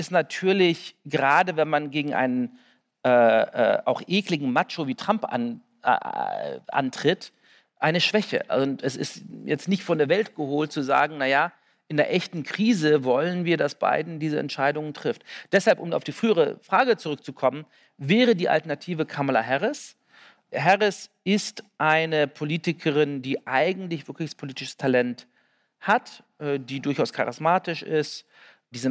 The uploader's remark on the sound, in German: diesmal mit Publikum, als Liveaufnahme von der Langen Nacht der ZEIT